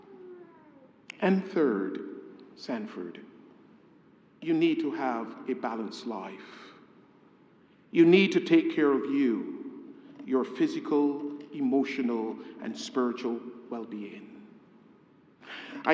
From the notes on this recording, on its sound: A homily preached on the occasion of the Installation